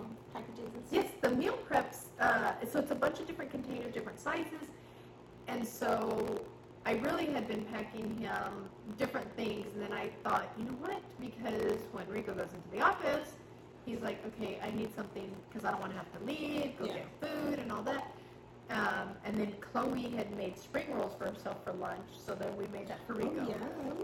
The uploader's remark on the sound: Great podcast but the audio got messed up.